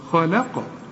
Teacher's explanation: القاف بقى لازم نقلقلها